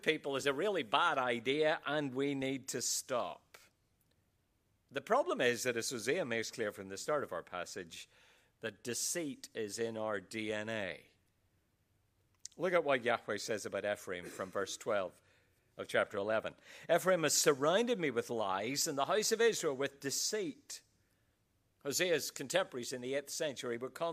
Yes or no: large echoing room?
yes